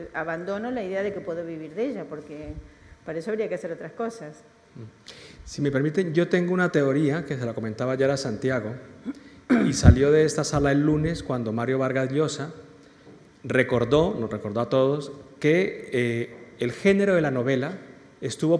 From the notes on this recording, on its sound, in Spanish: La tercer jornada de Centroamérica Cuenta en Madrid